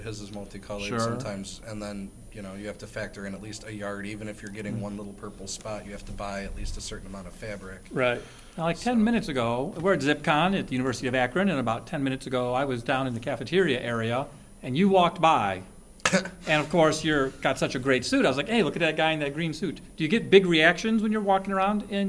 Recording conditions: busy venue